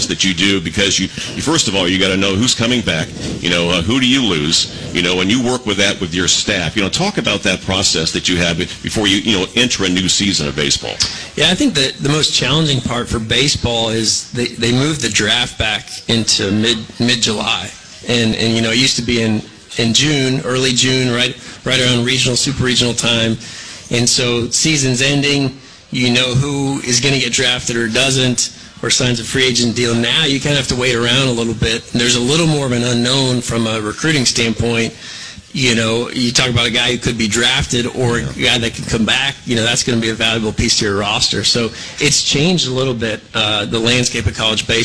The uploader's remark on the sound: live at Mode X for the coaches show this past Monday night